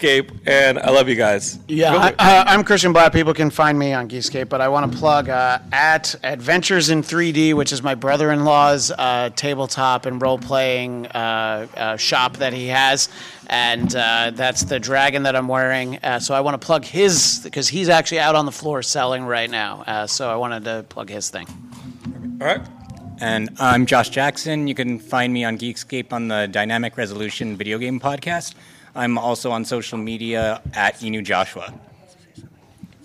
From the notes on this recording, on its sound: Geekscape Live at LA Comic Con 2023! In this special LIVE episode of Geekscape, we recap the fun, the sightings, the purchases, and MORE from LA Comic Con 2023!